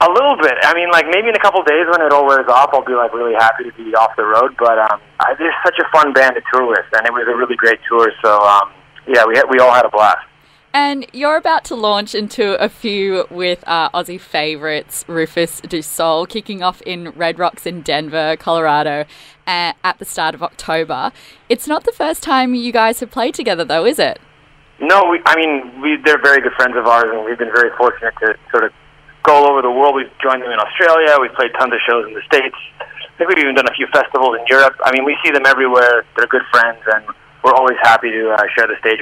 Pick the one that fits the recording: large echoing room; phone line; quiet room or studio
phone line